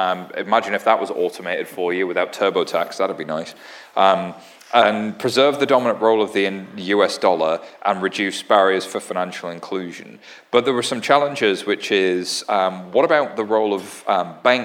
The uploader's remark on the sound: a live onstage panel as part of Empire Startups New York FinTech Week!